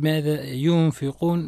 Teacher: النون ساكنة عند الفاء حكمها الإخفاء، الإخفاء مع الغنة